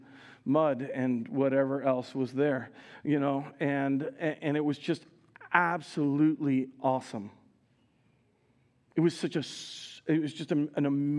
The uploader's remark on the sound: Recorded live at Word of Life Church in Le Sueur, Minnesota, on June 18, 2023